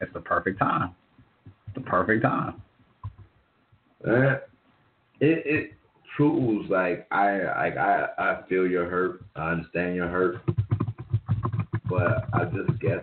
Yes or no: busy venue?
no